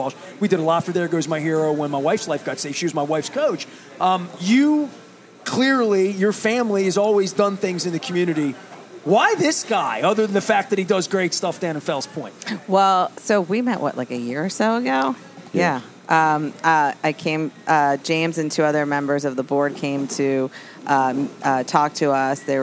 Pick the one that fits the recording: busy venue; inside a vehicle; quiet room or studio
busy venue